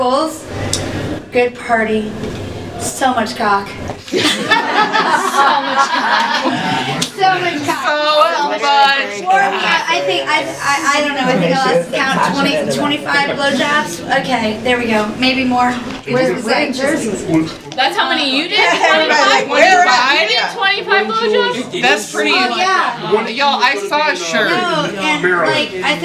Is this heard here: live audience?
yes